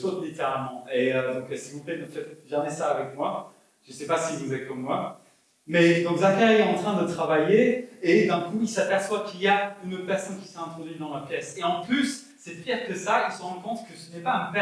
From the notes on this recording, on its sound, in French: Enregistré à l'église CVV, le 12/12/2021.